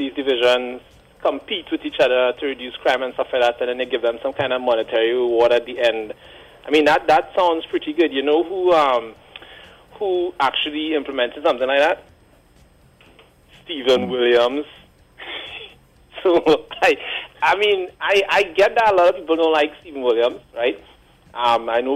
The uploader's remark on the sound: During this hour we take calls from our audience